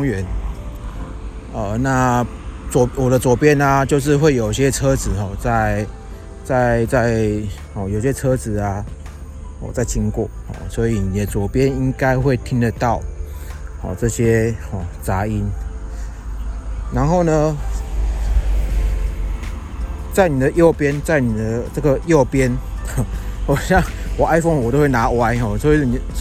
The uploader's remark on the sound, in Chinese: 本集特別在外用 iPhone 11 Pro 內建的立體聲麥克風錄製，防風效果普普。但蠻清析的。